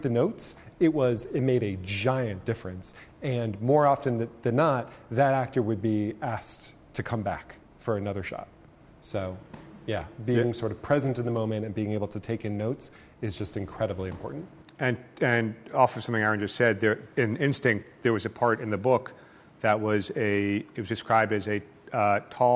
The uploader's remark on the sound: In front of a packed crowd in New Haven.